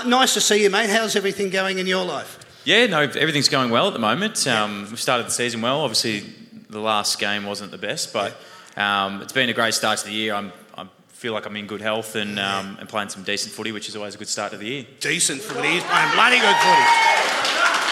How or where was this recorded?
live audience